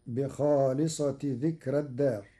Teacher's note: مع ترقيق راء ذكرى وصلا لأن الفاصل ليس حرف استعلاء